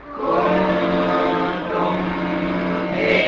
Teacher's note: الميم من الشفا، وكذلك الباء من الشفا · Term: شفوي